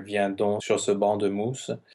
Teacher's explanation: in most cases, that C is silent. So it's just D O nasal